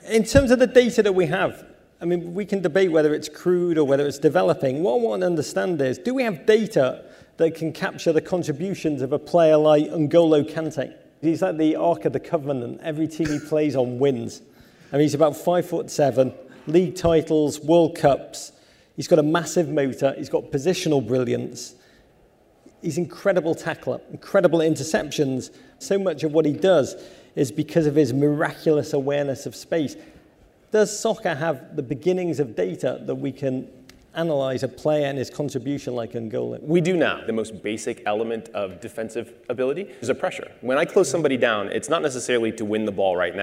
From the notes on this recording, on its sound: hosts a panel at the MIT Sloan Sports Analytics Conference